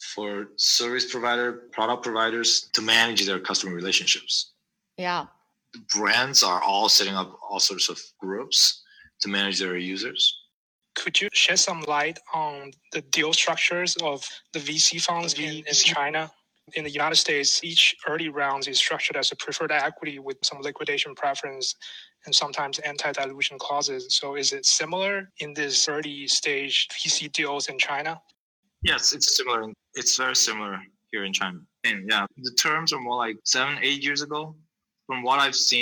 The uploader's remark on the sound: over Clubhouse app and Zoom